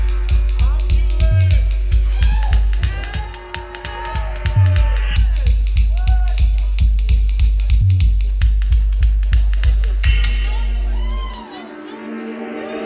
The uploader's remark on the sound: Live from SXSW.